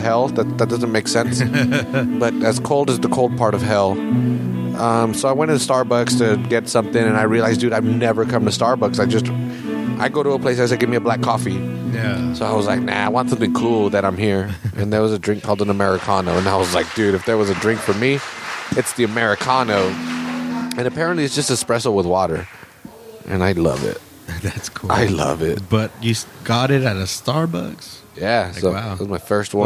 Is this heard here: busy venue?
yes